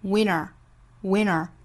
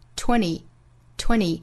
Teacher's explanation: 都是把后面的 t 的音略掉前面的前鼻音去跟元音做的连读